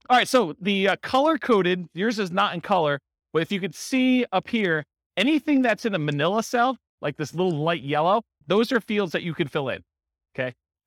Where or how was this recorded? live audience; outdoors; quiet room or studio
live audience